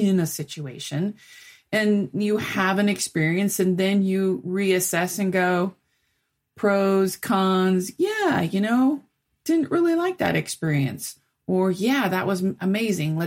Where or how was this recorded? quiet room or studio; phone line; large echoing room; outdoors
quiet room or studio